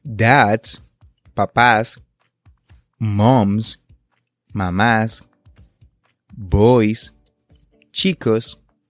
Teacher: Esto significa que si la terminación del sustantivo es sonora, es decir, si puedes sentir que tu laringe vibra al final del sustantivo que pronuncias, tiene el sonido z